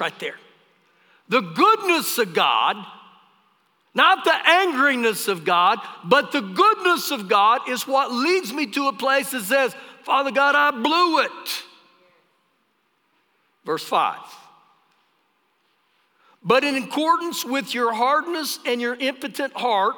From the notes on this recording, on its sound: Recorded live during our Sunday morning service